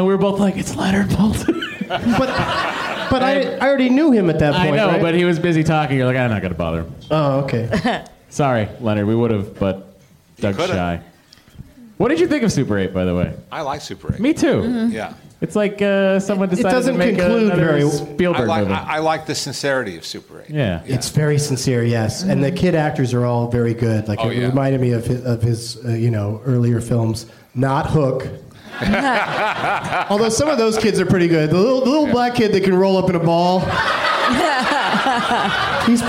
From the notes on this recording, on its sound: Live from the American Comedy Company in San Diego